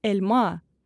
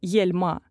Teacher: Привычная глазу у русскоговорящего человека буква «Е» в турецком будет произноситься как «Э», в отличие от русского йотированного звука «Е» · Shown in: first take · Таким образом, слово «эльма» — «яблоко» будет произноситься «эльма», а не «ельма».